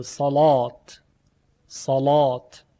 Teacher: به لحاظ اینکه لام مفتوح بعد از صاد قرار گرفته تغلیظ میشه